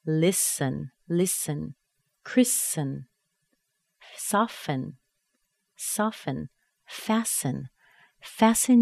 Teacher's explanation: in some words that end with T-E-N, the T also disappears.